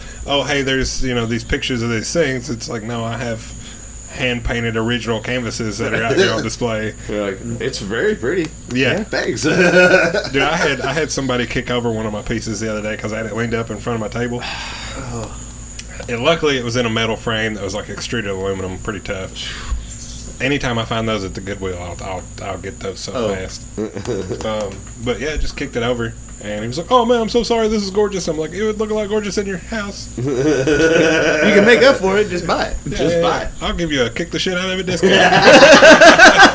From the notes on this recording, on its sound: We recorded this on a back porch, so yall are gonna get all the nature noises on top of the banter.